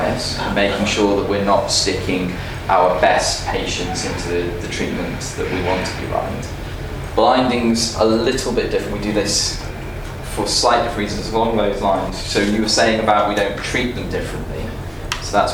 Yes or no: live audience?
yes